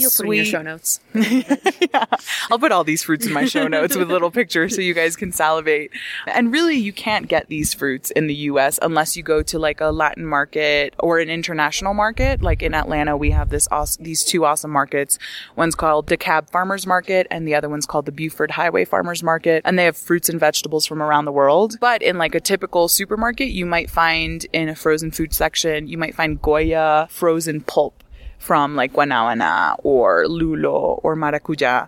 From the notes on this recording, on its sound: they record this episode on top of a mountain in Bogota